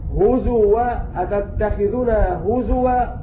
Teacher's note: والمعنى أن المشار إليه بالعين من عد وهو حفص عن عاصم أبدل الهمزة واوا في قوله تعالى: هزوا أتتخذنا هزوا، كلمة هزوا أينما وقعت في القرآن الكريم.